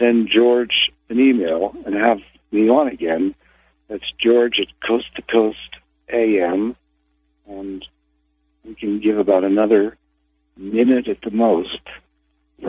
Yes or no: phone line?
yes